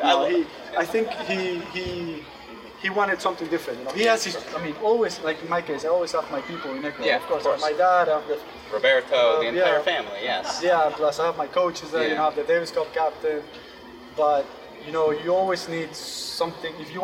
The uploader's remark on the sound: Live from the Cranbrook Tennis Classic.